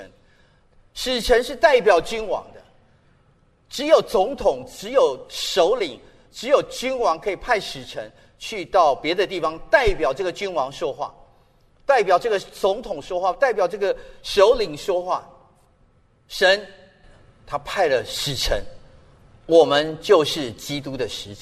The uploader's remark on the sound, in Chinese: 本节目是由台北信友堂提供的主日崇拜现场实况录音。由良友电台剪接制作。